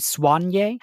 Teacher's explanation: Soigné can also be pronounced with the emphasis on the swan part. It can be Soigné, and that's how it's pronounced in French.